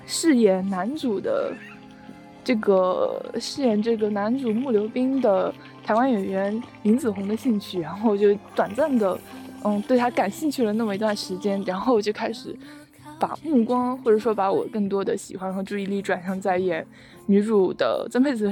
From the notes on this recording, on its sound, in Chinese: 走在半路突然就录起来，在有点吵闹的操场上录制了这期节目。